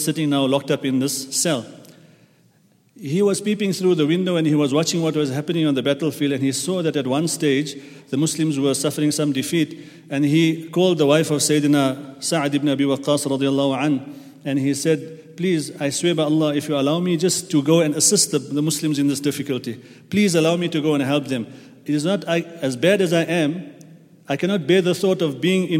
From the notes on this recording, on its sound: at the Houghton Masjid (West Street)